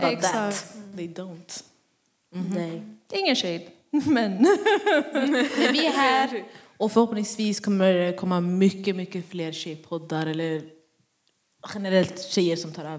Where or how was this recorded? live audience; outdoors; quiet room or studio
live audience